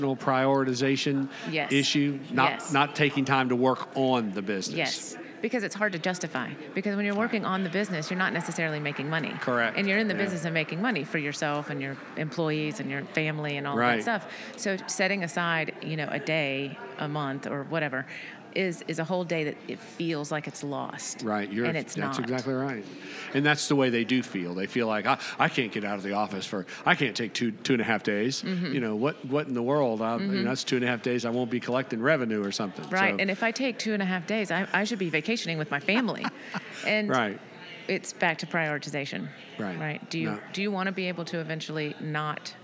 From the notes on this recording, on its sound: Recorded at this year’s annual JMI Small Business Leadership Conference hosted at Loews Sapphire Falls Resort. This and the following segments were recorded at this year’s annual JMI Small Business Leadership Conference hosted at Loews Sapphire Falls Resort.